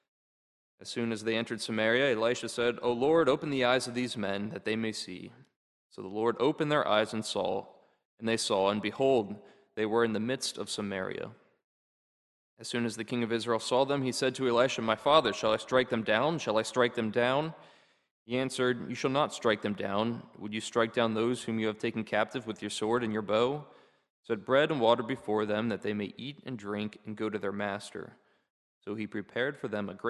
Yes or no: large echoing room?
yes